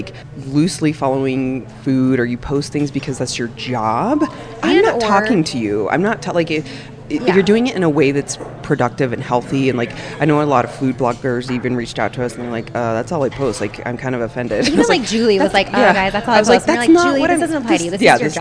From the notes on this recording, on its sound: we sat down at our favorite breakfast spot in Denver to record a “just us” episode!